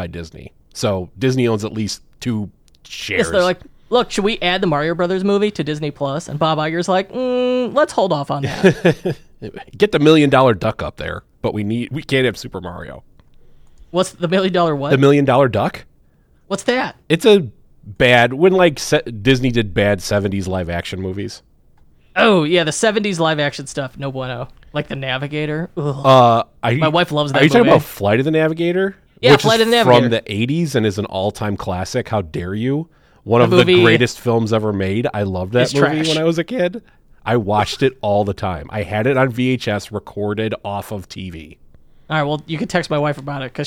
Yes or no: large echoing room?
no